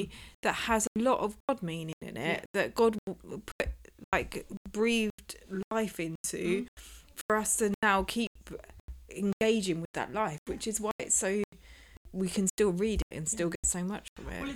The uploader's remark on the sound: sorry poor sound quality